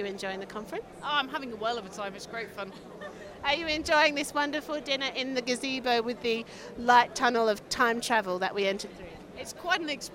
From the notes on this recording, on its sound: Day 2 at ICM. We're at the massive conference dinner.